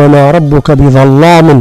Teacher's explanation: التفخيم أو التغليظ. نعم. لللام إلى جانب الظاء. وهي حرف مستعل.